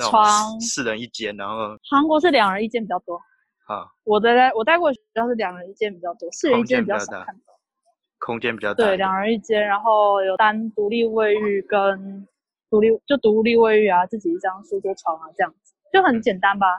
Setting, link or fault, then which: link, video call